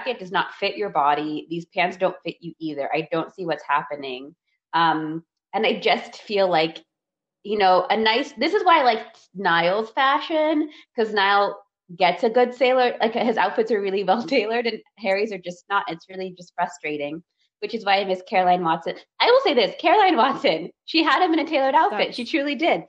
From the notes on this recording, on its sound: We would apologize for all technical glitches